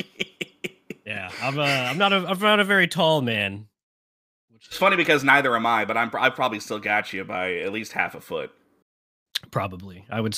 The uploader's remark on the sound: We recorded this through Discord since we are in different states so if there are any slight pauses or audio cuts, that's probably why.